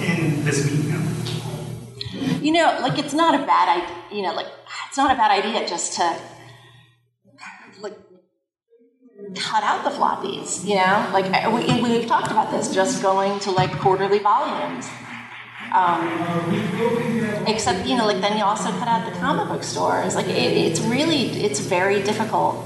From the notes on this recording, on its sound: Live from Comicpalooza. This panel was live at Comicpalooza.